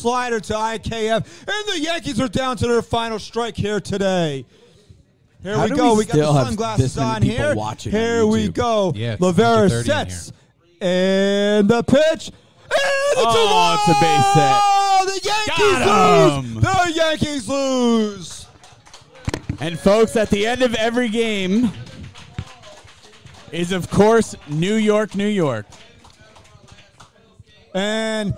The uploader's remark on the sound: LIVE FROM LIDO'S IN NORTH ARLINGTON, NJ. LIVE from Lido's Restaurant in North Arlington, NJ, on NYY Underground.